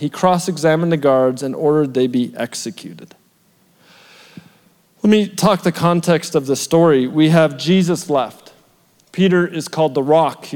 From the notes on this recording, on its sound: shared at our February 2023 Edmonton Gathering at The Summit Church Edmonton West